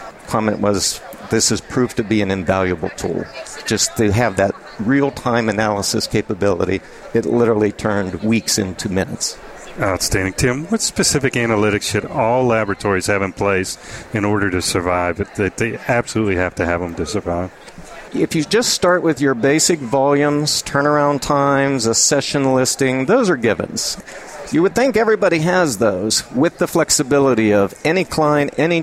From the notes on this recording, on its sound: The episodes were broadcast live in Experian Health’s booth (#3503) at the The HIMSS17 Annual Conference and Exhibition. The episodes were broadcast live in Experian Health’s booth (#3503) at the The HIMSS17 Annual Conference and Exhibition. The interviews were recorded and published to the media player on this page .